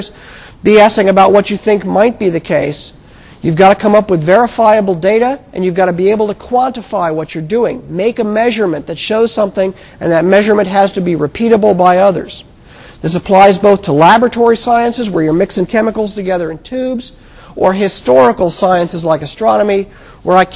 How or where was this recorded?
large echoing room